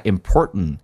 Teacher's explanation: t 跟 n 在一起的时候， t 是不发音 · Term: 气流阻塞